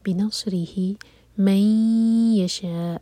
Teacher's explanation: ادغام غنہ کے ساتھ، تو دو سیکنڈس کا ٹائم دیں اور ناک میں آواز لے جائیں